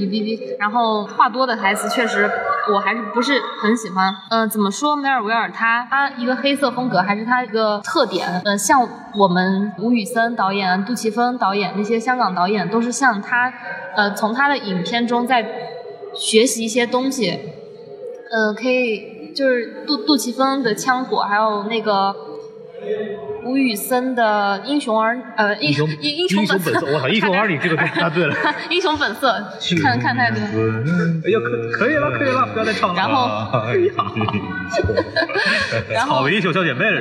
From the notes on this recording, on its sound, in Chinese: 本节目为影展现场录制，音质草率请注意收听。在平遥电影宫的现场给大家录了一期简单的节目。